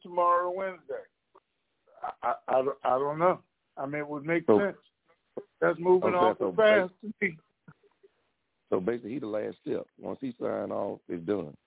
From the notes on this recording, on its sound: TNTSuperfantastic Conference Call